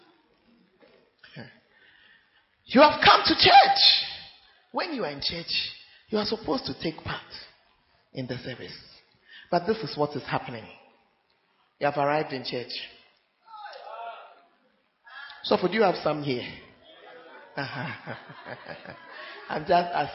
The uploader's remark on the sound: Preached At Central Assemblies Of God, Ho.